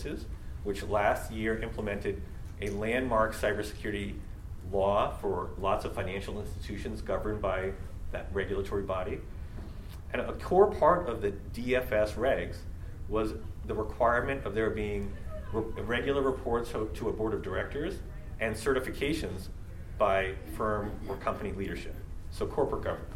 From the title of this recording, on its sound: LIVE at the Annual Meeting